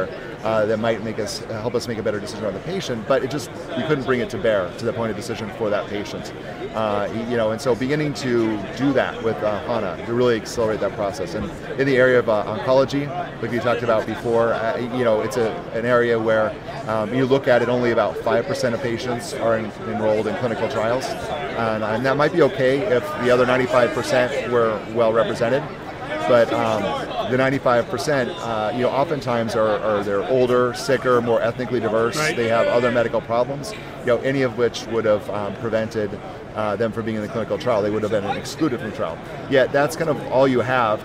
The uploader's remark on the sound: LIVE from #HIMSS17